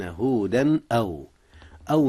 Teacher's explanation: أظهر التنوين في هودا قبل الهمزة · Term: إظهار